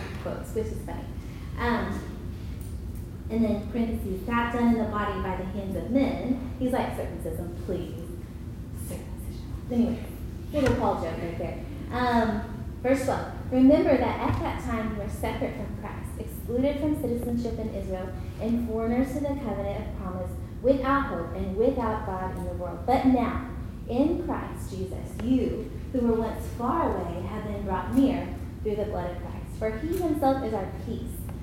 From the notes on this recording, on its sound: Recorded at Union Church.